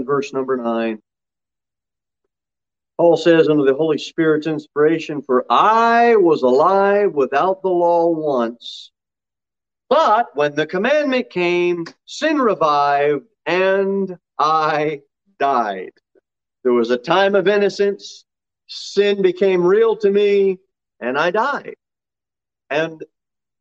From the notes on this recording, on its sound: Sermon delivered at Pilgrim Baptist Church on Sunday, January 23, 2022, at 6:15 pm. Jere Whitson Rd.